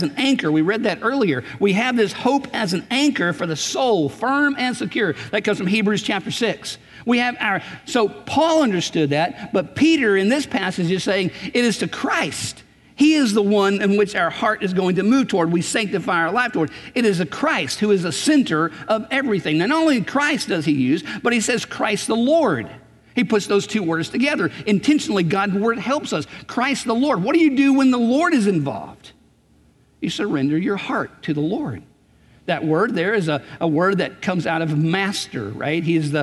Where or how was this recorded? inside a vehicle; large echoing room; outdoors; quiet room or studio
large echoing room